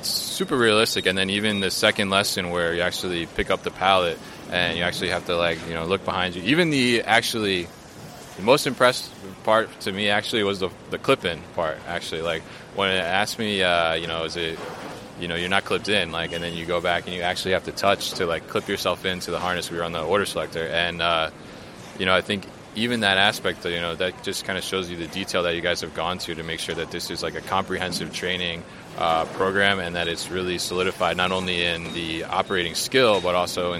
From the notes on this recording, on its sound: at The Raymond Corporation's MODEX 2020 booth